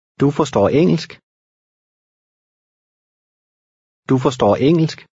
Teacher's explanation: Notice how the speaker's voice rises slightly in the last word. · Term: Danish intonation